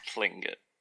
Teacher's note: almost a T and L at the same time